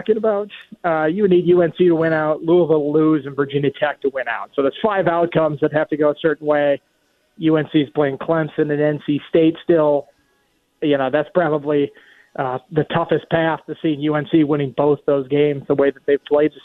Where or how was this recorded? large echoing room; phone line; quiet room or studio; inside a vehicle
phone line